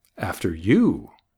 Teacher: Emphasis on the word you.